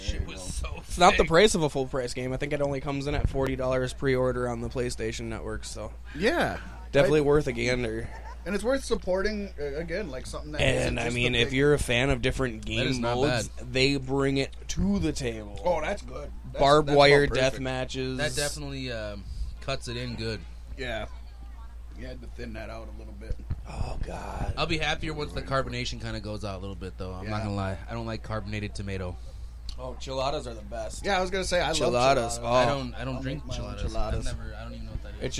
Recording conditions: busy venue